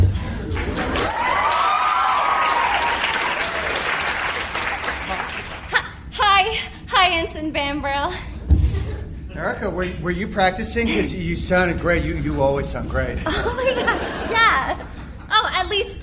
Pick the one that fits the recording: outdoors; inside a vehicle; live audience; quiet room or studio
live audience